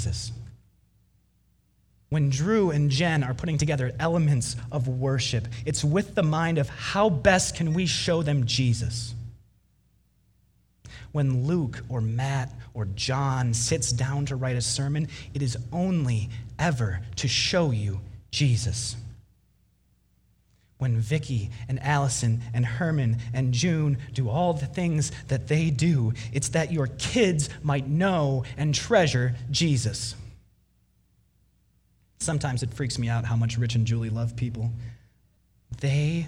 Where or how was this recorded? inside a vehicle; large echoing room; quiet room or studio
large echoing room